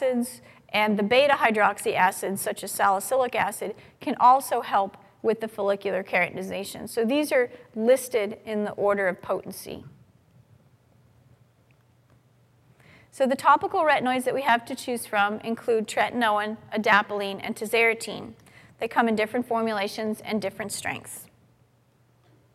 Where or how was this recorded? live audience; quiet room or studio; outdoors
live audience